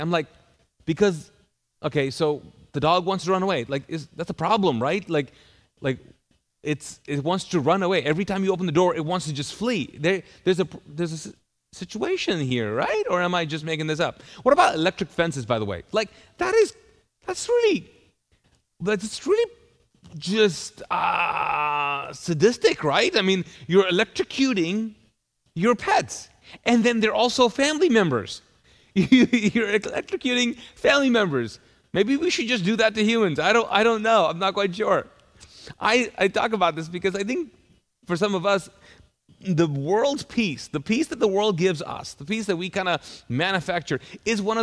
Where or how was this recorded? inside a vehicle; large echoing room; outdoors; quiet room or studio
large echoing room